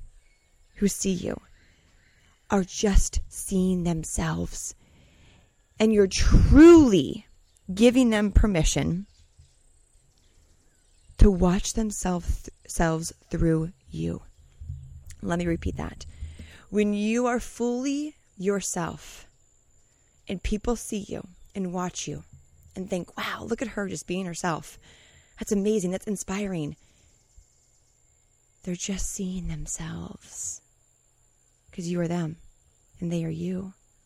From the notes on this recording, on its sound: Today’s message I’m recording during my morning routine, journaling under the sun, in Costa Rica.